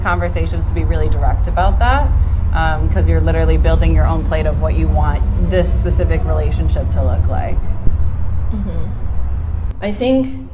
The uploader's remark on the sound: Record themselves while presenting live to an audience of people from their locale (the Midwest). They also respond in real time to questions from their curious audience. This was recorded outside near a busy road. We did the best we could to minimize noise interference but the audio is harsher than our other content.